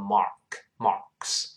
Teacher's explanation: 这个 A R 在美音中加卷舌读成 Mark，Marks